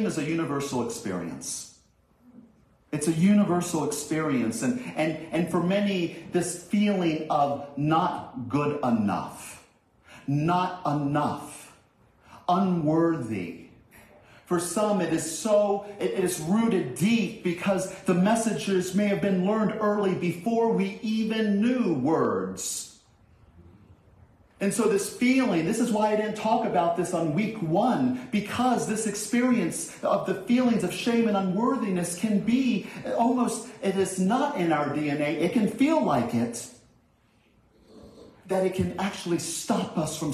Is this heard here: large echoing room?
yes